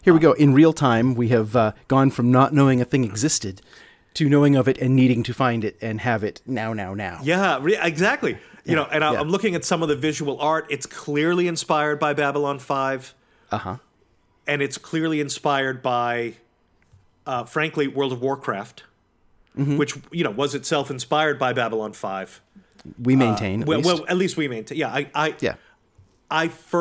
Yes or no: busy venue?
no